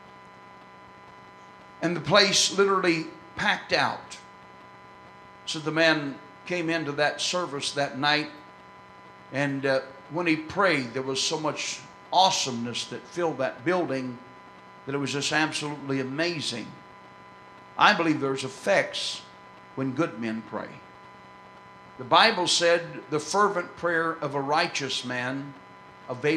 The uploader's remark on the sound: This excerpt was recorded on November 7, 2004 at First Apostolic Church in North Vernon, Indiana.